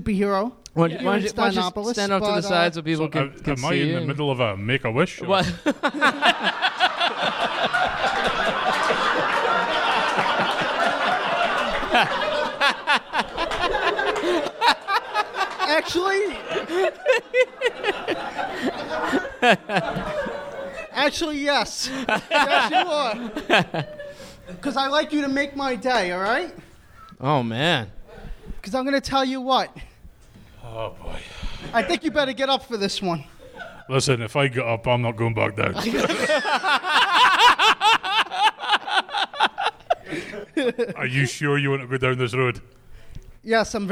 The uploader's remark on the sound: Thanksgiving at Applebee's. This Thanksgiving Eve live show.